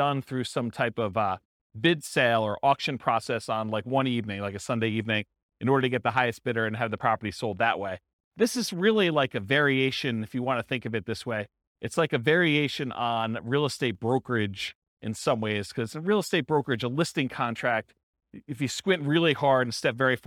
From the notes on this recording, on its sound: This was a live class recorded